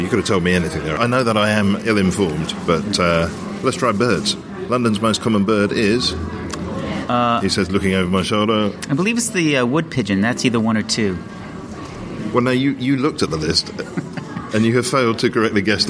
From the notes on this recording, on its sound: This week we're at the Royal Festival Hall